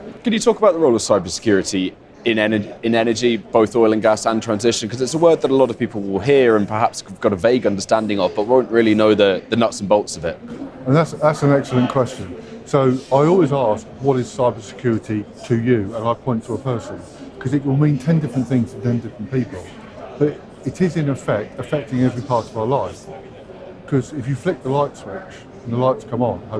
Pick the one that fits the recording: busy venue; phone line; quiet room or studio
busy venue